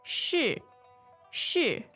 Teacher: The verb to be is, 是. 是, fourth tone. Fourth tone.